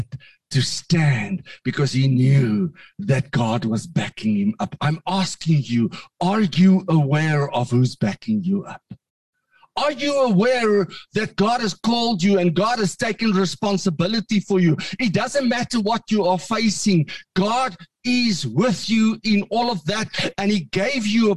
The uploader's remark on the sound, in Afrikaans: Manne van die Woord Zoom Byeenkoms 21 Junie 2022.